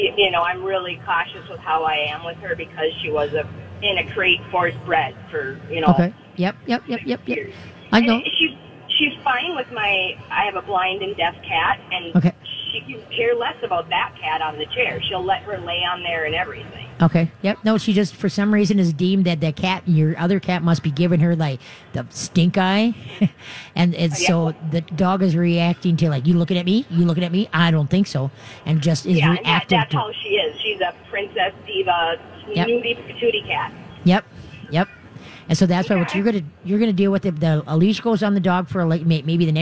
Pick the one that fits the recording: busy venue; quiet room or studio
busy venue